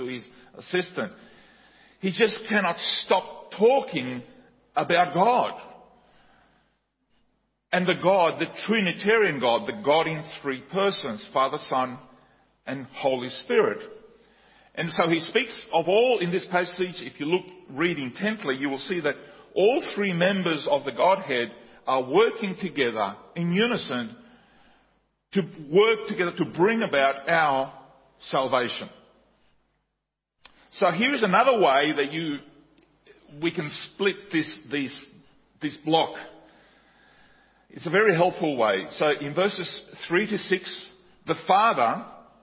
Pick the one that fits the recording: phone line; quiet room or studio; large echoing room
large echoing room